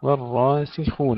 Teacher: ترقيق الواو وتفخيم الراء